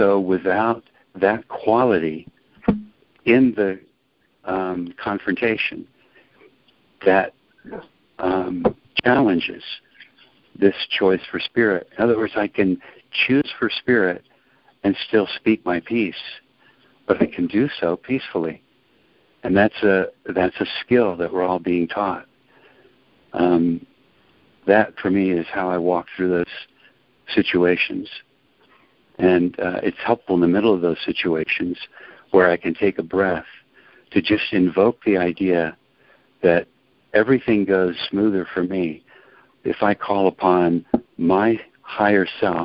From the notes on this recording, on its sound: ACIM Daily TEXT Conference Call